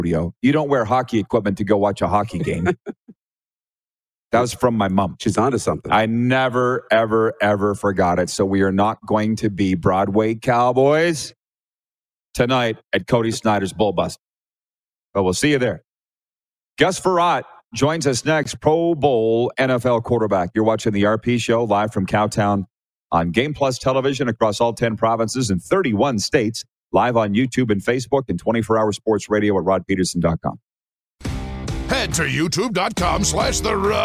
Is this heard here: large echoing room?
no